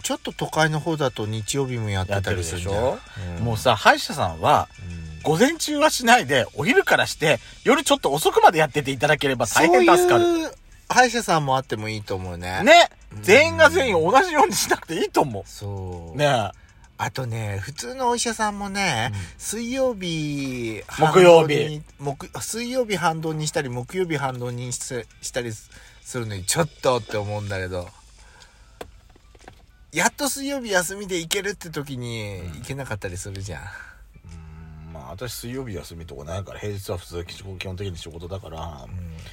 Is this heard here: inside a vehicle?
yes